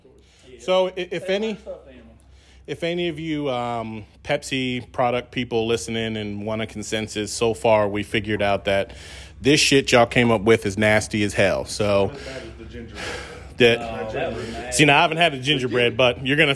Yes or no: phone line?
no